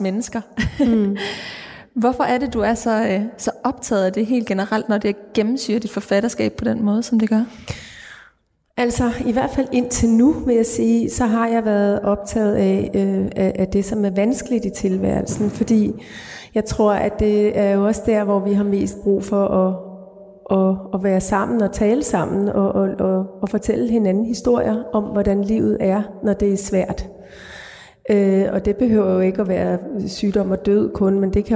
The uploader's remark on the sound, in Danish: som er optaget i Vor Frue Kirke i Aarhus under litteraturfestivalen LiteratureXchange